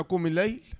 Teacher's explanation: كلمة الليل اللام فيها شمسية، اللام فيها إيه؟ شمسية، لام شمسية مدغمة. اللام الشمسية هنا ستكون لام الأولى لام شمسية مدغمة، همزة وصل تسقط وصلا لام شمسية مدغمة.